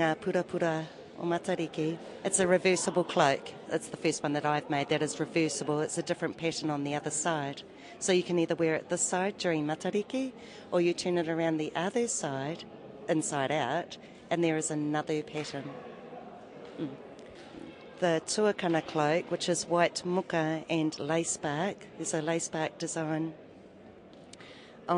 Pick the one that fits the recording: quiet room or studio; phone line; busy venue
busy venue